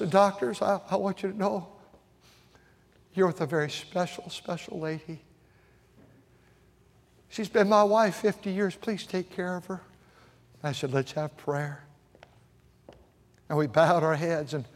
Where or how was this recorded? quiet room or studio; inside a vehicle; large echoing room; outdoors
large echoing room